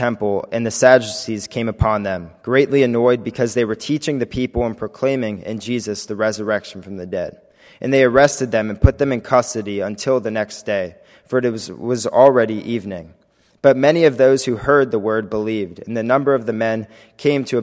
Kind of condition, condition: setting, large echoing room